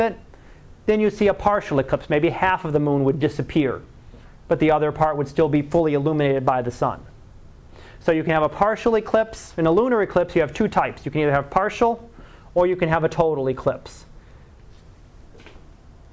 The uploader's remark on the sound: Live Class Lecture